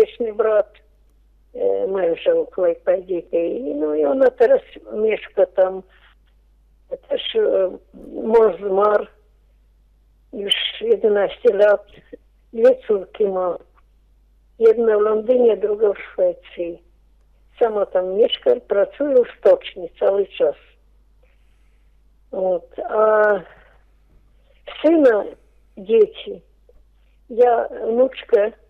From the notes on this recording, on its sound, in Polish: Rozmowa telefoniczna.